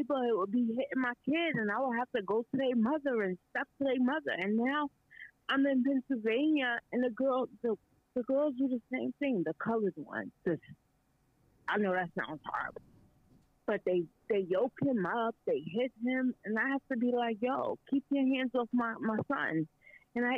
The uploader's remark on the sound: Call In Show